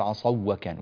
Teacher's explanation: هذه الواو هنا ليست واوا مادية بل هي واو لين، واو ساكنة وقبلها مفتوح